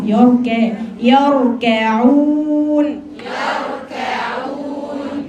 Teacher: عشان ما تفخميش الراء تسحبي الكاف معاها